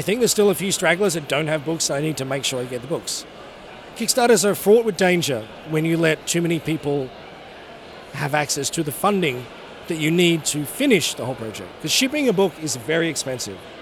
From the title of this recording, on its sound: Interview at Five Points Festival 2017